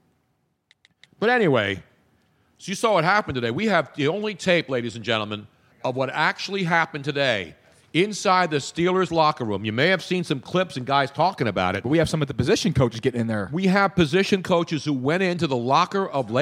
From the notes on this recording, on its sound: This week's pre-winter-storm edition of the podcast live from Moonshine Philly.